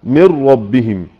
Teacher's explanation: ففي الإظهار ظاهرة جلية لم يحدث لها أي تغيير، وفي الإدغام دخلت في الحرف التالي لها من ربهم. قلبنا النون إلى راء ثم شددنا الراء الأخرى أو الثانية، النطق بالحرفين كالثاني مشددا.